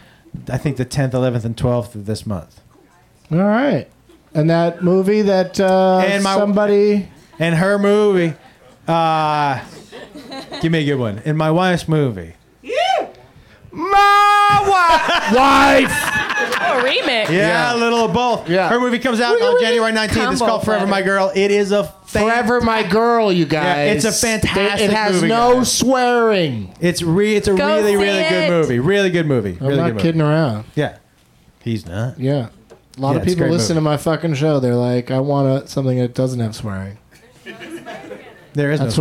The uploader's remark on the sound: Live from the UCB Franklin in LA